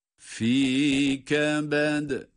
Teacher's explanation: dal harfini tekrar etmeye gerek kalmadan sadece galgale ile ve ince okunması gerektiğini ifade edelim. Fî kebed. Uzatmadan okunacağı da hepimizin malumu çünkü kebed derken herhangi bir uzatma harfi yer almamakta.